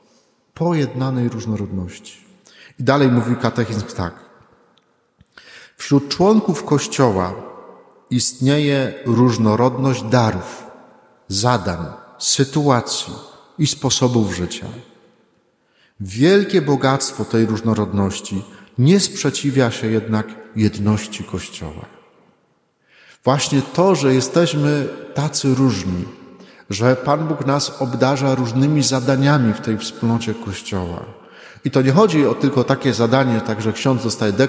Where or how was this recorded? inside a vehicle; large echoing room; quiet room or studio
large echoing room